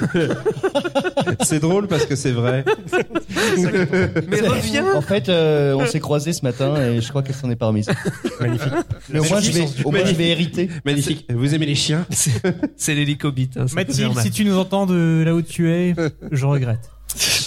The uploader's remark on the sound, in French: En direct et en public lors de PodRennes. Voir ce que les visiteurs de l'évènement peuvent bien tweeter.